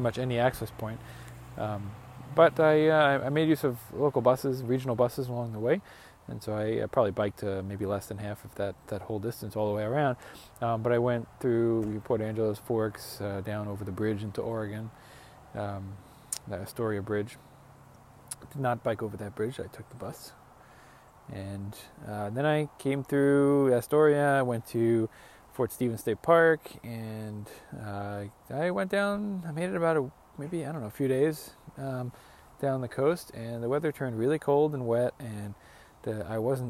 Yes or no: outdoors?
yes